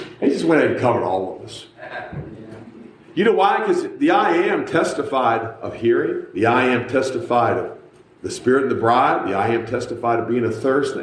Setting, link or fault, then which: setting, large echoing room